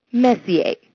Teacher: The ER at the end is pronounced A, and that's stereotypically Canadian, eh?